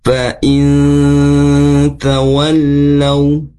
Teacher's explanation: Contoh di ayat ini, nun sukun bertemu huruf ta. Ini yang disebut dengan ikhfa, yang bunyinya samar dan didengungkan.